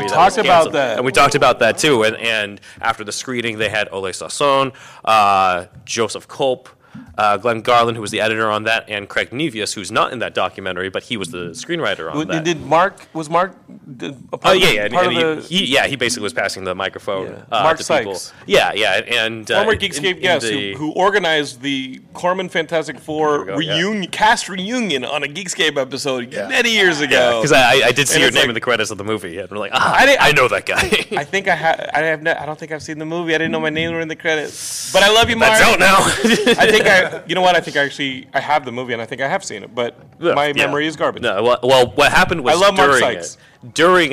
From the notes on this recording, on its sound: Geekscape Live at LA Comic Con 2023! In this special LIVE episode of Geekscape, we recap the fun, the sightings, the purchases, and MORE from LA Comic Con 2023!